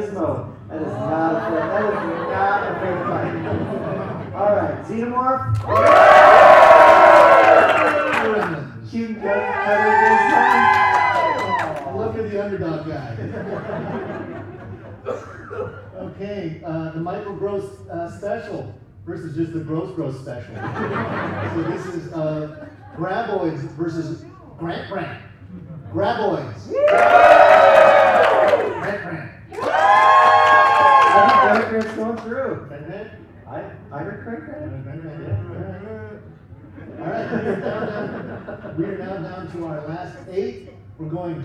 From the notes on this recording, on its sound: A live audience of about 150 got to hoot and holler for their favorite monsters and selecting a creature feature champion.